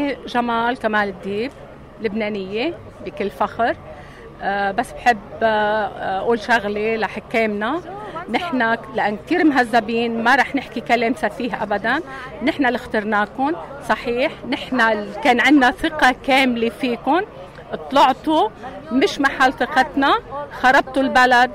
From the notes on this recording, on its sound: attended the second solidarity protest in Melbourne, juggling a recorder, camera, and Lebanese flag in her hands to capture your voices, pride and unity